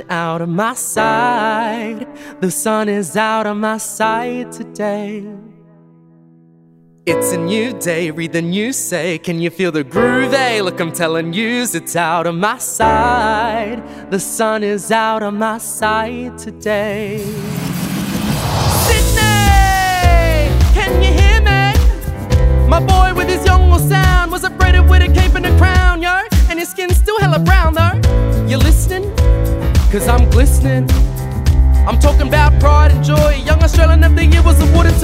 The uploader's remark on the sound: We go backstage at the Hayes Theatre on Streets of Your Town.